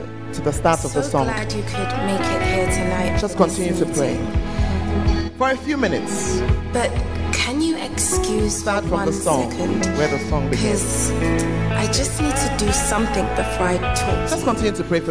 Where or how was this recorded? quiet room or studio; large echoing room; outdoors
large echoing room